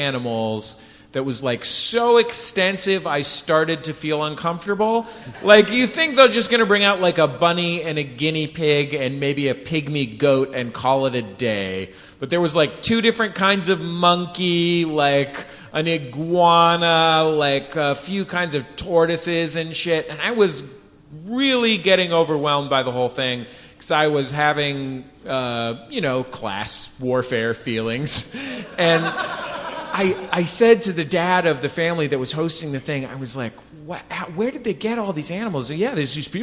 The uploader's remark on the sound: Live from Washington, D.C. Austin, Texas.